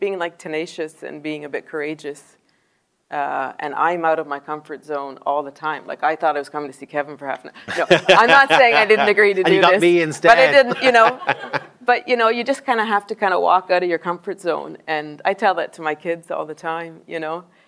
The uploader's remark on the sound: Live in Dundrum. A live chat in Dundrum recorded before an enthusiastic audience.